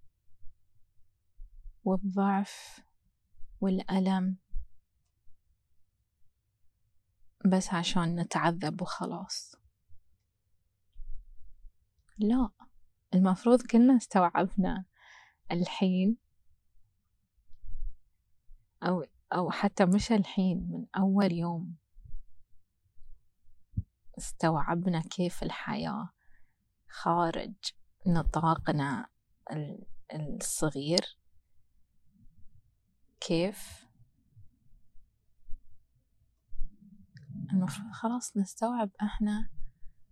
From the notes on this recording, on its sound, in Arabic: أول شي أريد أتأسف منكم على جودة الصوت لأني كنت اسجل الحلقه ع البحر وصوت الهوا خرّب الدنيا شويتين. حاولت اصفّي الصوت بس مازال الأثر موجود.